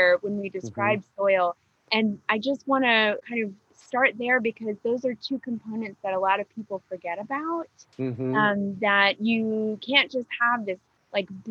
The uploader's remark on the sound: The Urban Farm Garden Chats. A relaxed conversation in a Zoom room with a special guest. They answer questions from the live listening audience.